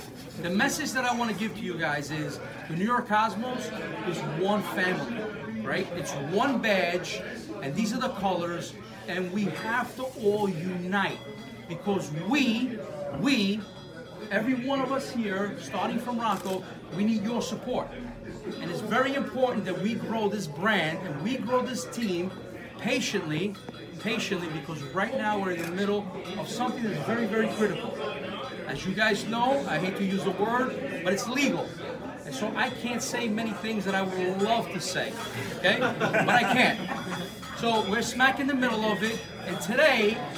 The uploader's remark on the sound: was in attendance at the Cosmos supporter party last Friday, we have audio of his speech